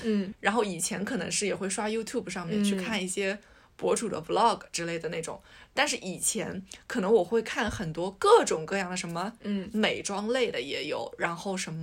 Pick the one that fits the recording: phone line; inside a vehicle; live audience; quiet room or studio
quiet room or studio